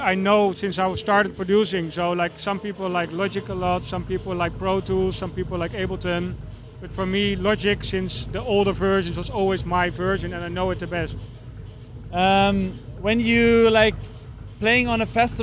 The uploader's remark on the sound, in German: Waren wir dieses Jahr auf dem Container Love Festival im Nürnberger Hafen unterwegs. Wir haben dort den Vibe und die Gefühle des Festivals eingefangen und den ein oder anderen Besucher, Künstler oder auch Veranstalter interviewt.